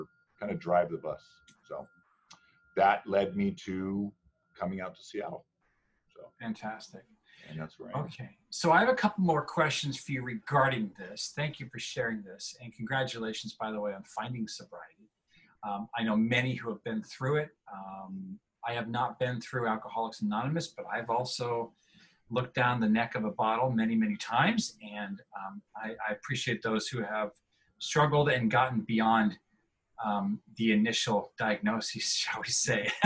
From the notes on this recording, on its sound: Recorded using a Zoom session to connect